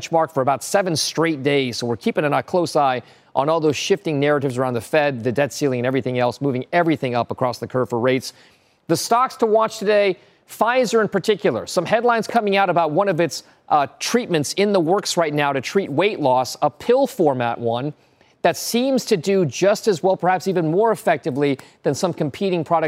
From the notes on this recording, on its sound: we’re live at the final round of the 2023 National Economics Challenge